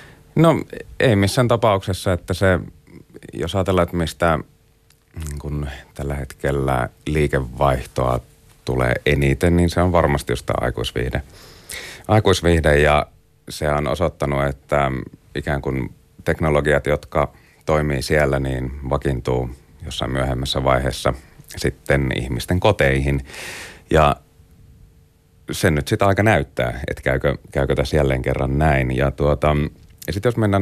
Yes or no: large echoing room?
no